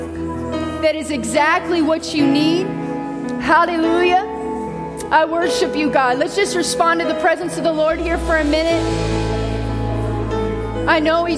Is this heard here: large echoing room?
yes